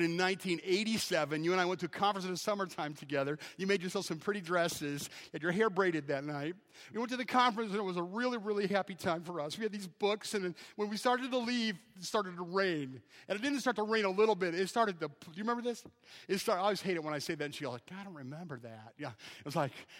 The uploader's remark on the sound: At Evangel Baptist in Taylor, Michigan.